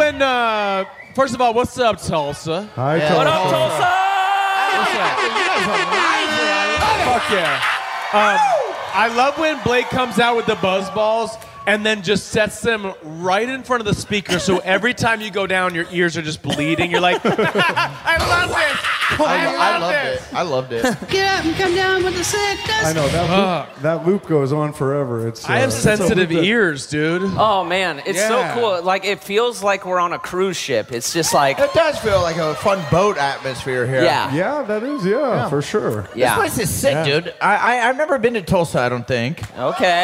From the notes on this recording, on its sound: Live From Tulsa!